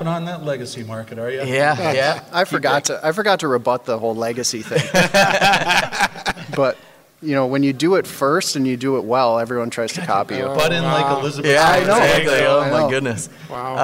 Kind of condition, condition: setting, busy venue